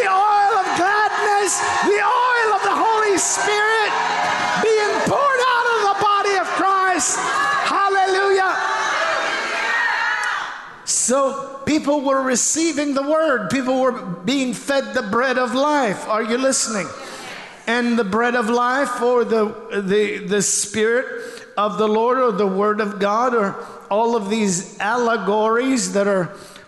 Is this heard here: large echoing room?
yes